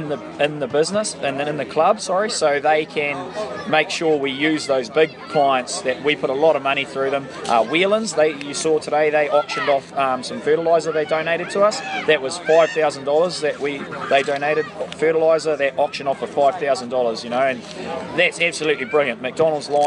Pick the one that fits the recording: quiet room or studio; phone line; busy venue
busy venue